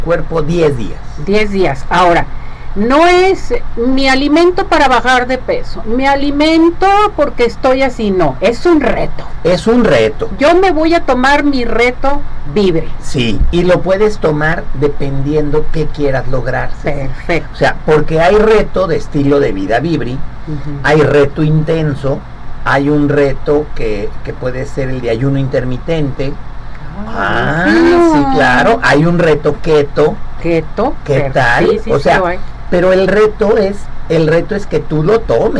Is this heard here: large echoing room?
no